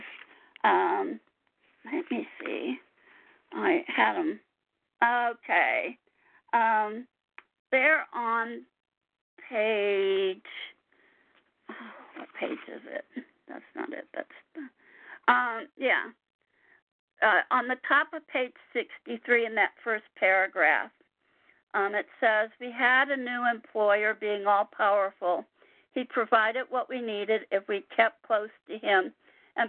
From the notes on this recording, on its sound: 100 Pounders Phone Meeting